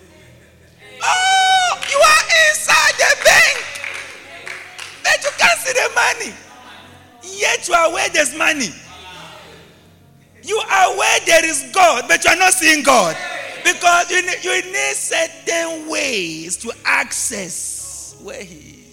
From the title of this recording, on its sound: LIVE AT ABC KHALANYONI